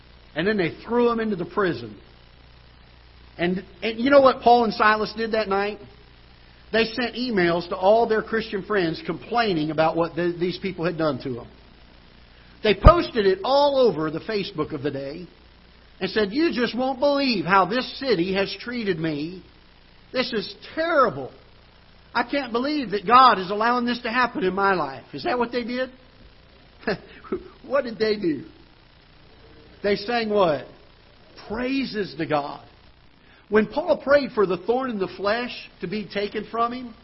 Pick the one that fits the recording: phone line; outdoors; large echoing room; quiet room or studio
large echoing room